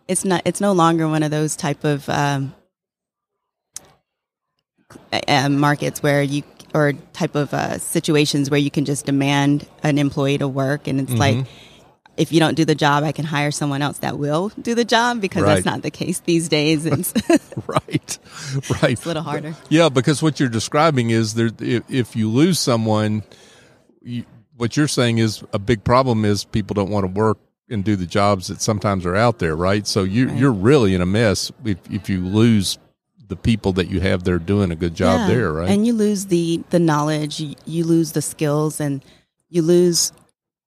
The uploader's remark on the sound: LIVE at the Business RadioX® remote at SOAHR 2023